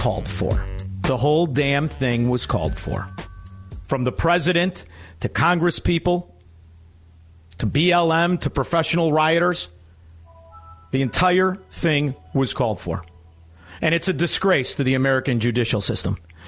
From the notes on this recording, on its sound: opens the phone lines so listeners can have their say